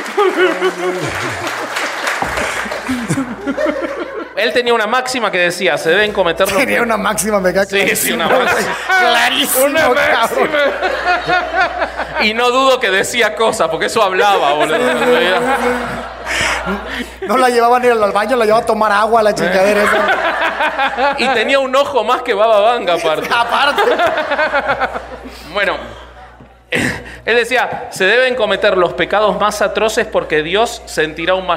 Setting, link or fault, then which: setting, live audience